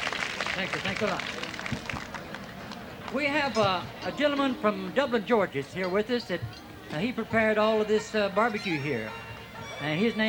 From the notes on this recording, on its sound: Performed live on The Whitehouse lawn in 1980 for president ….